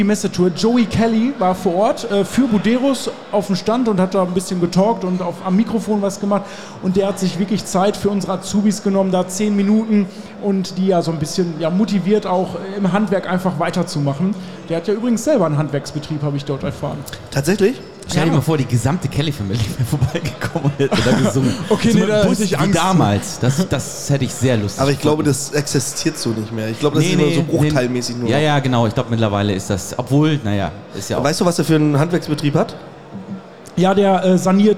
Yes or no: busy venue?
yes